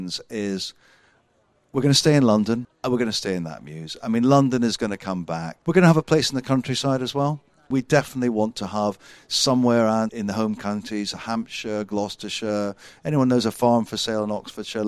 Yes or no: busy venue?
yes